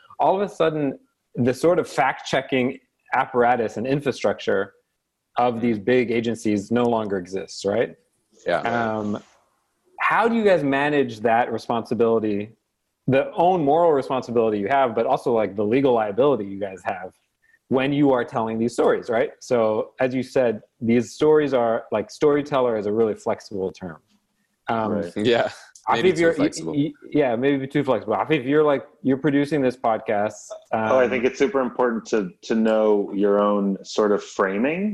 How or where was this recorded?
video call